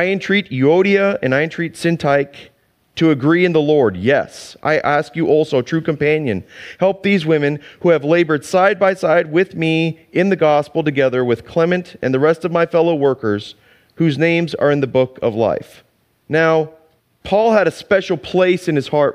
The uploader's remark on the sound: Sunday church service livestream